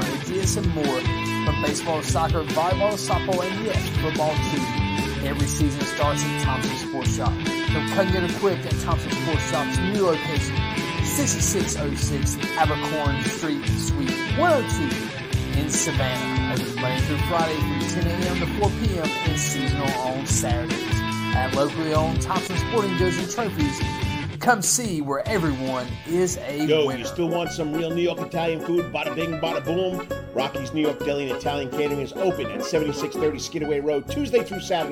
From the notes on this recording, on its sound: "LIVE" in front of the Soundgarden Stage at Coach's Corner in Thunderbolt, GA.